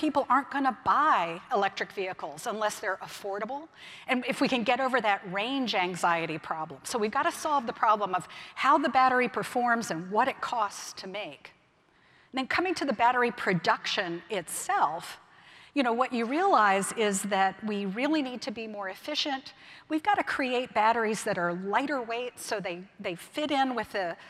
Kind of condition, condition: setting, live audience